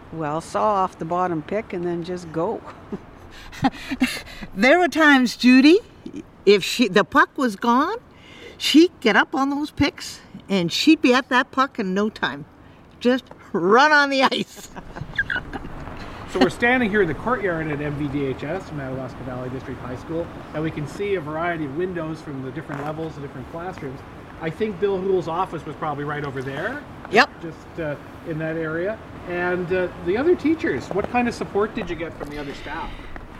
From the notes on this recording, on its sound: rides in an old half-ton truck